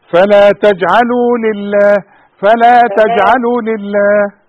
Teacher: أنا مش عايزك توقف على اللام. اللام لا. اللام لا تغني.